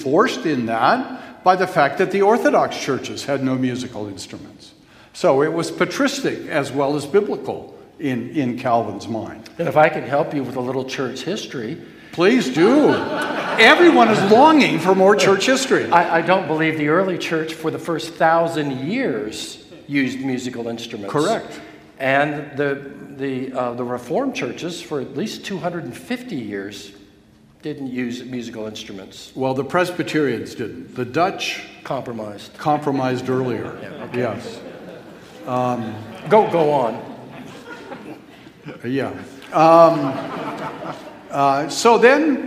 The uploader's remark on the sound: Q & A from the 2021 Boise Reformation Conference.